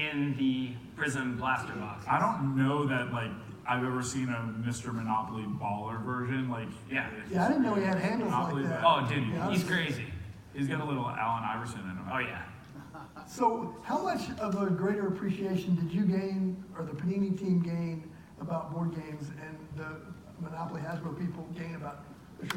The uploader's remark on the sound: broadcasts live from the Mint Collective at the MGM Grand in Las Vegas